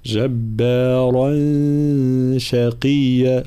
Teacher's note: الغنة هنا مرققة، نحضر لحرف الشين وهو من الحروف المرققة